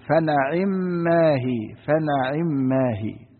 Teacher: وقرأ ابن عامر وحمزة والكسائي بفتح النون وكسر العين فنعم هي